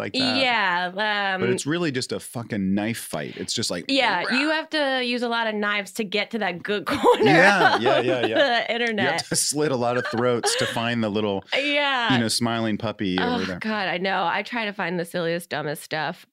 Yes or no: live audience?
no